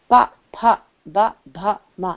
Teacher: अगर आप ओठों को नहीं जोड़ेंगे तो आपका मुंह से प फ ब भ नहीं निकलेगा